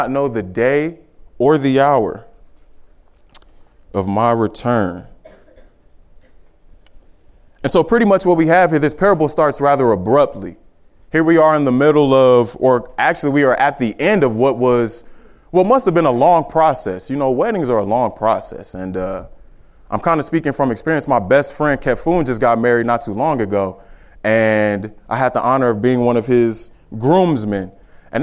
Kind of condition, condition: setting, large echoing room